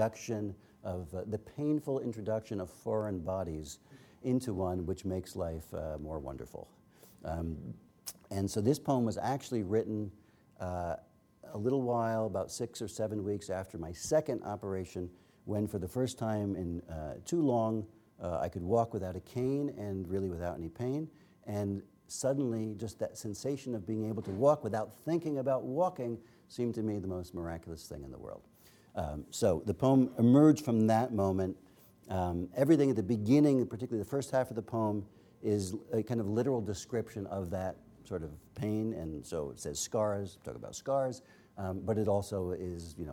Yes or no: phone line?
no